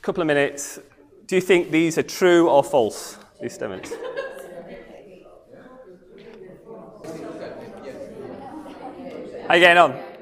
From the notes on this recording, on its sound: comes from the evening talk on Thursday 3rd August